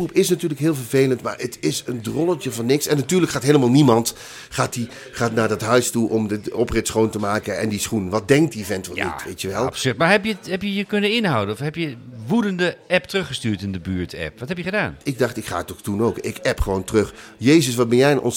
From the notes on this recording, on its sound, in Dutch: De podcast wordt live opgenomen in café Eik en Linde , te Amsterdam.